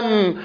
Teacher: في الخيشوم أو في التجويف الأنف أن، فلها نصفان. الميم نصفها في الشفتين أم، والنصف الآخر في التجويف الأنف في الخيشوم الغنة. فبسبب هذا الانشقاق فيما يتعلق بالمخرج حينئذ أدى ذلك إلى عدم كمال جريان الصوت وعدم كمال انحباسه.